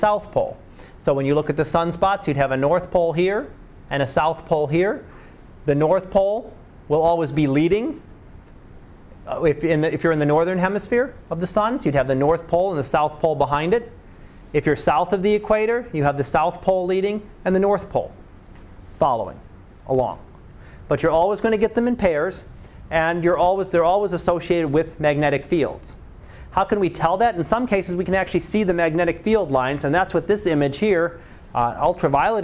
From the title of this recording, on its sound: Live Class Lecture